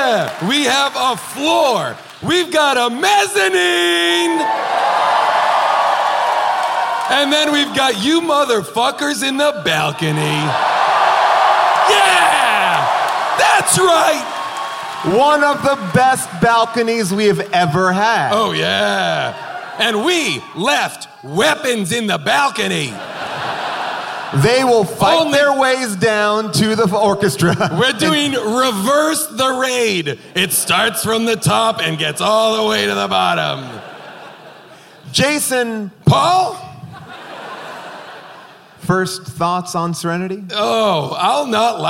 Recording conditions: live audience